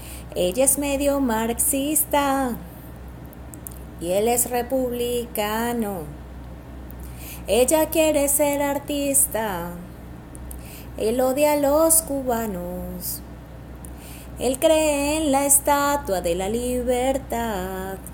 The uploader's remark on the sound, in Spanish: La grabación fue realizada desde el teléfono ZTE Blade5 2020.